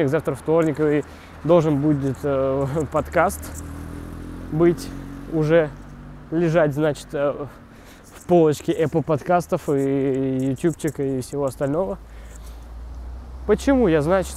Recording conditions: outdoors